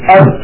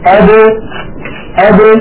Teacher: فهذه الخمسة يا إخوة خالفت القاعدة الأصلية، عند سكونها لا تخرج بالتصادم، يعني الباء إذا كانت ساكنة لا تقول العرب أب هكذا بالتصادم أب، وإنما يقولون أب أب، يعني يخرجونها بالتباعد بين طرفي عضو النطق هكذا أب أب ب، تبتعد الشفتان كأن الحرف متحرك مع كونه ساكن · Shown in: second take · Term: القلقلة